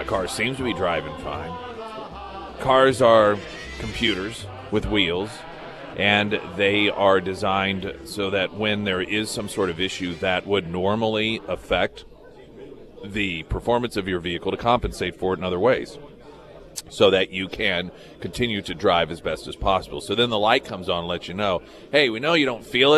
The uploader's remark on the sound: live at Scramblers Diner for the Friday Road Show